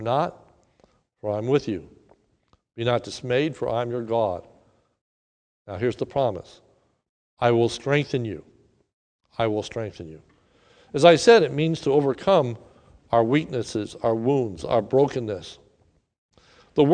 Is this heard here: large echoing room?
yes